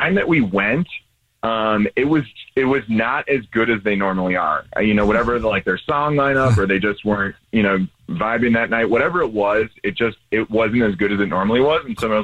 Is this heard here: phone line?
yes